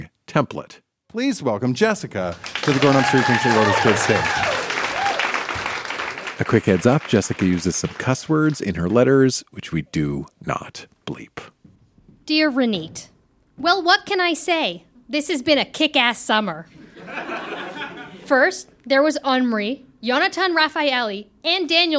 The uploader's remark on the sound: Recorded live in Chicago.